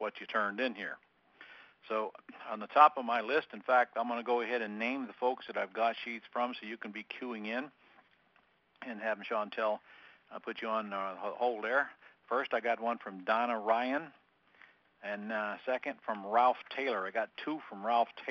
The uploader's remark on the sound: Q&A Call